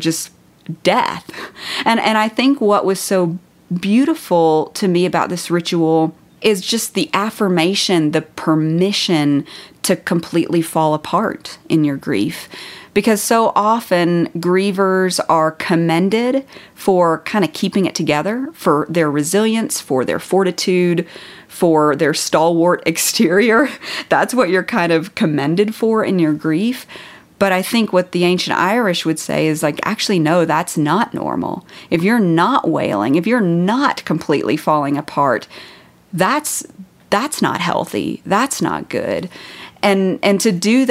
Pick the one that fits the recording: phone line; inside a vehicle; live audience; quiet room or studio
quiet room or studio